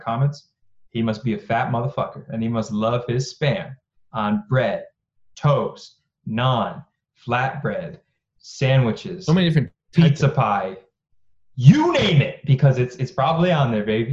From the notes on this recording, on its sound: Another zoom ep.